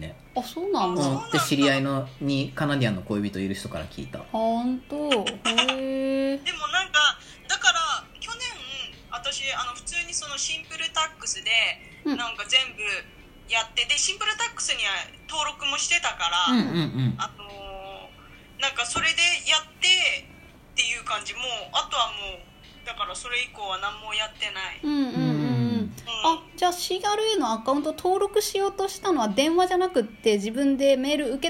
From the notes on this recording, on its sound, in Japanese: LINE電話でのやりとりなので、声が遅れたり音質が悪いことがありますので、ご了承ください。